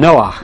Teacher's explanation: And the last H is sort of a guttural, and it has a pretty sound